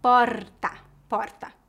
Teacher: Na capital, o R é vibrante